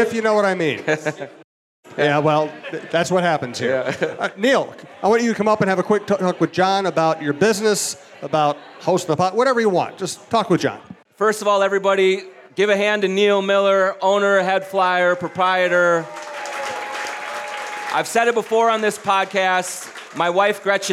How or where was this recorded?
live audience